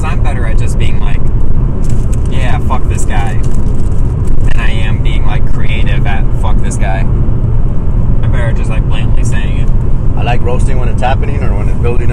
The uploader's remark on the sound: Carcast. This was recorded after the first two shows on the way to San Antonio.